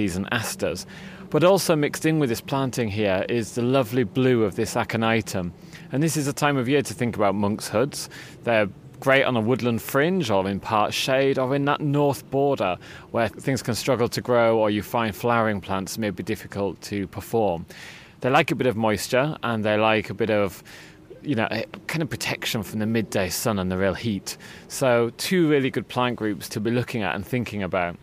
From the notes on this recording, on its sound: we're at the RHS London Harvest Festival Show